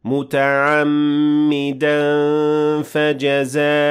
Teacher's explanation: the word فَجَزَاء، which has a connected med, and this med has to be extended for five counts